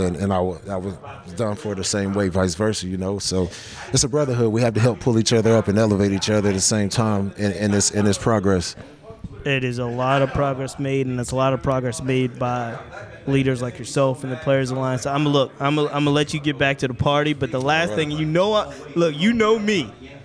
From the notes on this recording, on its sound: This podcast was recorded live at the 2023 Game Changer Awards.